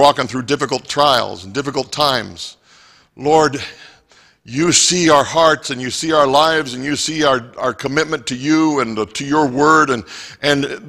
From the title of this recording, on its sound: Mt. Zion Church Live!